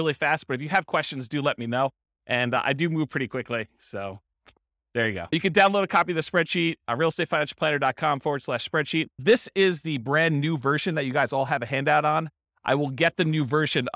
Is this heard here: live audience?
yes